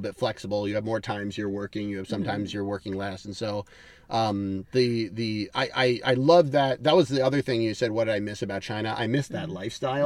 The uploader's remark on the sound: Cat Jam In The Car